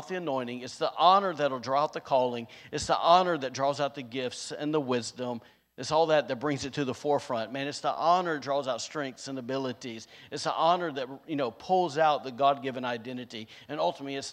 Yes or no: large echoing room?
yes